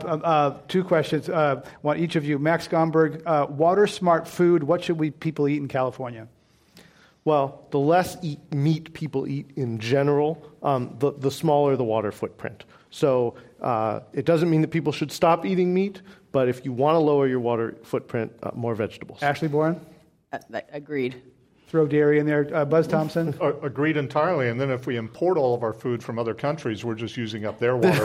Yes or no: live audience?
yes